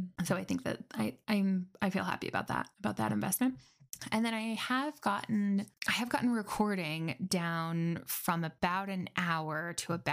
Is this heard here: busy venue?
no